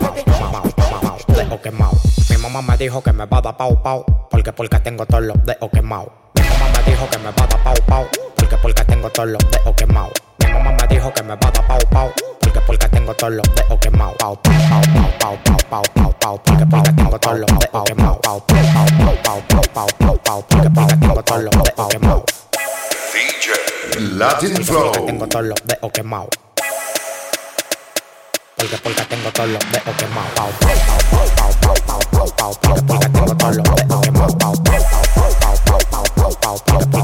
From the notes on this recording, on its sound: LIVE FROM THE CLUB